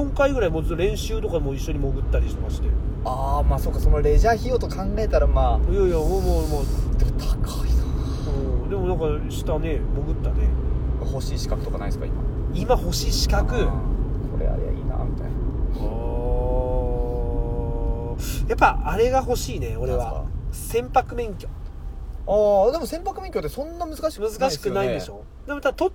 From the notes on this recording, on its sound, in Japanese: 仕事終わりの営業車の中で、いつものようにくっちゃべっています